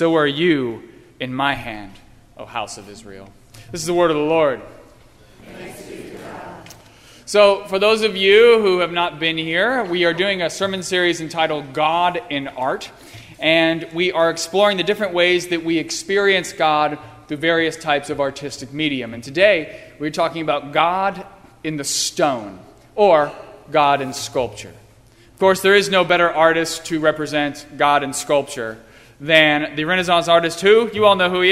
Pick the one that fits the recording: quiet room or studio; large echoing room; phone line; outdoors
large echoing room